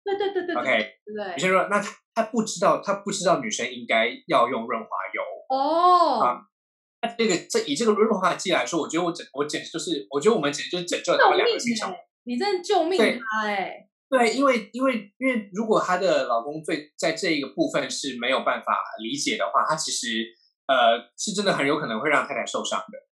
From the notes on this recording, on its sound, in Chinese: 本集採遠距錄音，因網路問題，時有斷訊、音訊不良或是雜音狀況產生